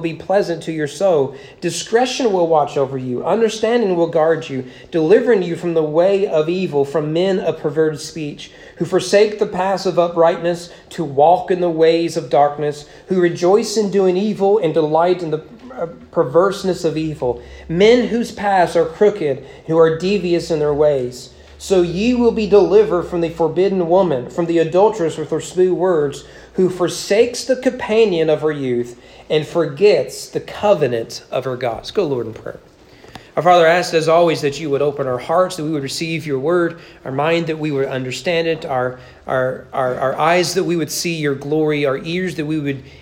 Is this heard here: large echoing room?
yes